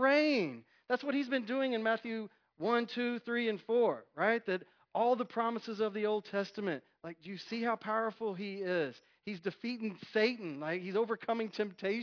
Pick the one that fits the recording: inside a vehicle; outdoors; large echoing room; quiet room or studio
large echoing room